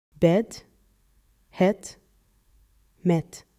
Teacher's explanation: First, the short E mouth relaxed, tongue low, similar to the English E in bed · Listen to the short, flat E.